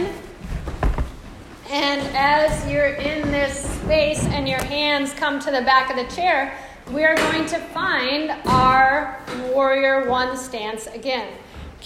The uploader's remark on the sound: This is a live excerpt from ‘Strong Spirits Mindfulness & Movement' Chair Yoga Program for Any Age and Accessibility Level enrichment lecture for a group of professionals